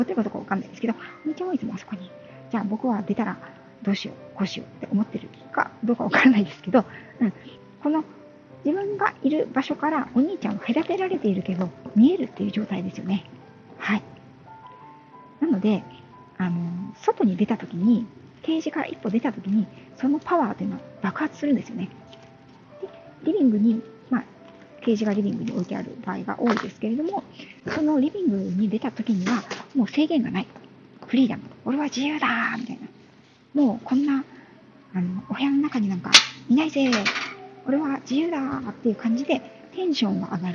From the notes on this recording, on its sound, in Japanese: 歩きながらの収録のため、雑音多めですみません